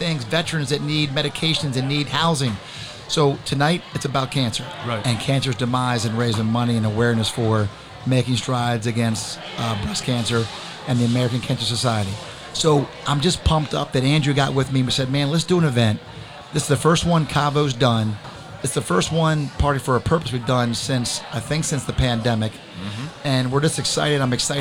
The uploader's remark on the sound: Join us in this episode recorded at the Live Real Men Wear Pink Charity Event at Cavo Lounge in Naples Florida.